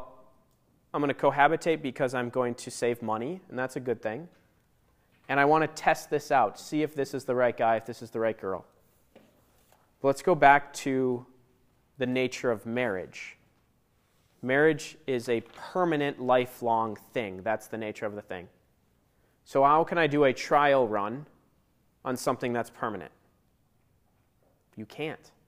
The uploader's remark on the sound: Audio from the Rite of Christian Initiation for Adults (RCIA) class at Saint Paul's.